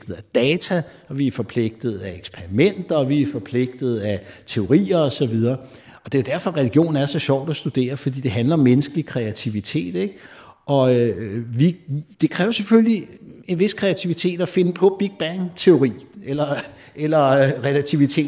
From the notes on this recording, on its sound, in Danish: RumSnak LIVE. Vi har hele tre gæster med i auditorie O-100 på Syddansk Universet, foran et levende publikum.